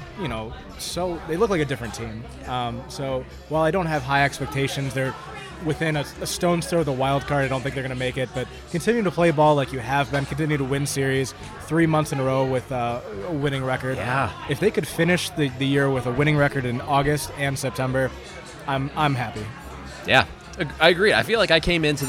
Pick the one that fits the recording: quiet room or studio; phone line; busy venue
busy venue